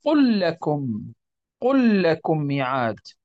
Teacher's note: لا نقول قل لكم، وإنما ندغم تلك اللام في اللام الأخرى، نقول قل لكم ميعاد.